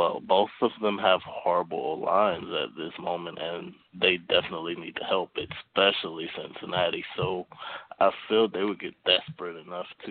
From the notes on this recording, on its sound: I’ll also take live callers!